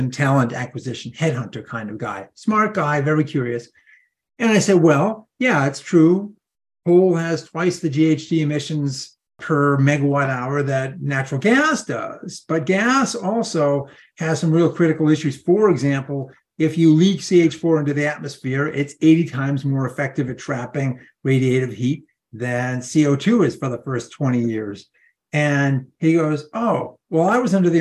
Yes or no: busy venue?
no